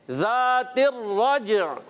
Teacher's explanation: جیم حرف قلقلہ میں سے ہے، قلقلہ ادا کریں گے، آواز لوٹ کر آئے گی